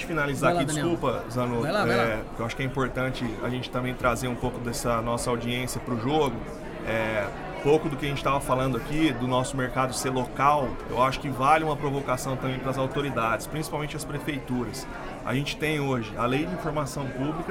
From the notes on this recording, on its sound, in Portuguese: Esta semana, liberaremos episódios especiais do Proptalks+Secovi, gravados durante o evento Rede Show organizado pelo Secovi.